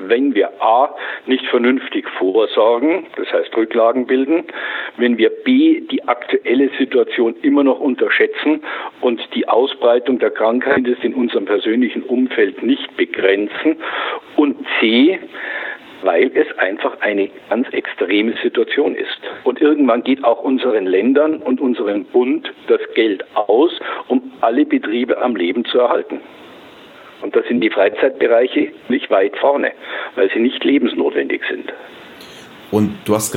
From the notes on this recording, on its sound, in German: Telefoninterview